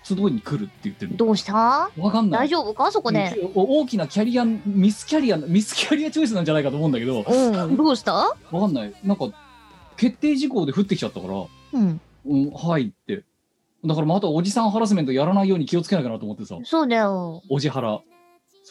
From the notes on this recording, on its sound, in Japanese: 本番組はリモート収録です。収録時環境の影響により、聴き取り辛い部分があります。